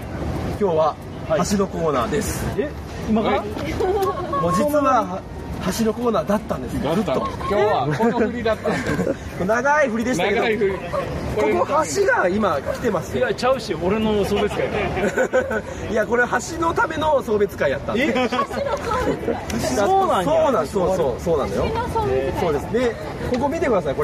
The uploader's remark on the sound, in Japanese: 送別会のなかで企画された収録